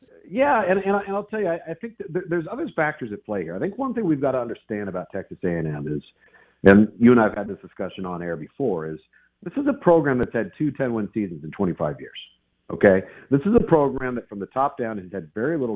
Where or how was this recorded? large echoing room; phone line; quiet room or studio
phone line